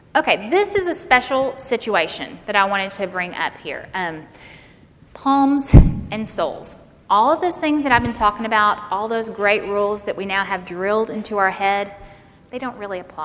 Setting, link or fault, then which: setting, live audience